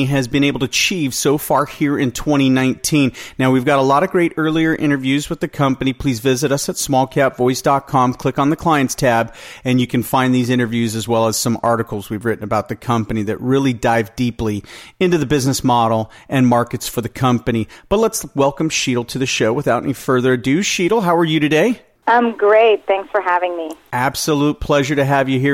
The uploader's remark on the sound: called in to SmallCapVoice